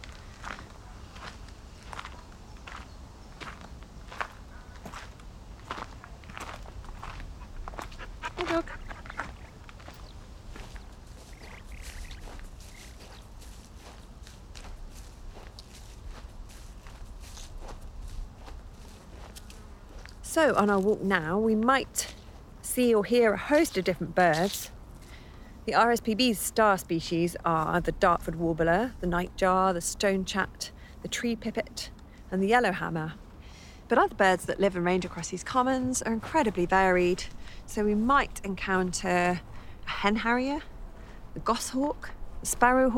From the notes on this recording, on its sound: The literary soundwalk continues through Harpford and Aylesbeare Commons: both RSPB reserves.